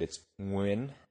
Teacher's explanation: It's a phoneme that the English language just doesn't have, which is a subtle NG roll with the back of the tongue.